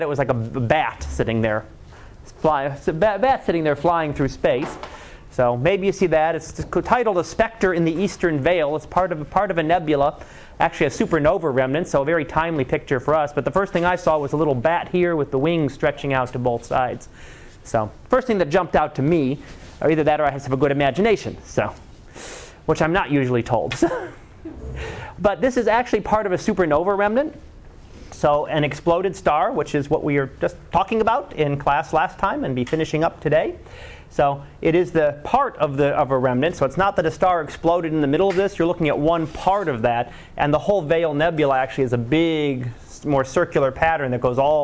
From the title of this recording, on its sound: Live Class Lecture 2013 Oct 30